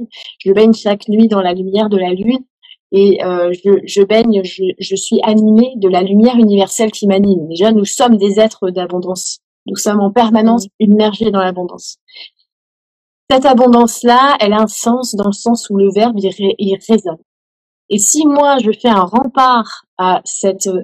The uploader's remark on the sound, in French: une interview réalisée lors d’un live sur mon compte Instagram